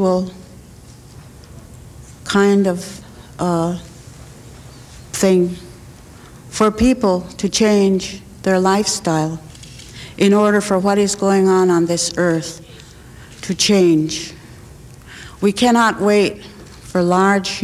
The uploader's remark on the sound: In the winter of 1993, spiritual leaders of 7 indigenous nations of North America came to the United Nations to deliver their traditional prophecies relating to the earth. They traveled from the four directions to bring their urgent messages to an audience of United Nations dignitaries and honored guests.